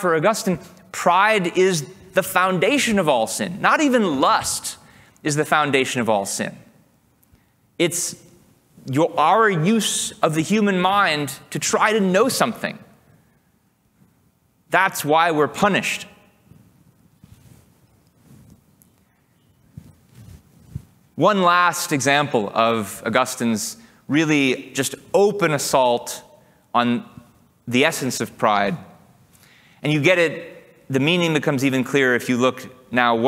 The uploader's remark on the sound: Recorded July 2, 2023, at OCON in Miami, Florida.